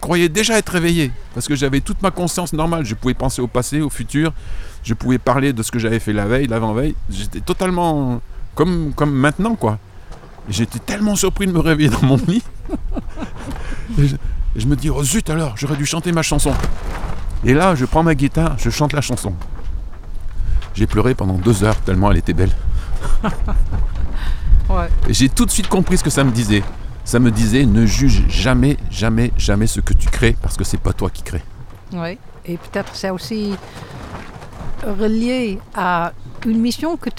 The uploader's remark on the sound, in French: En Direct Du Bhakti Om Festival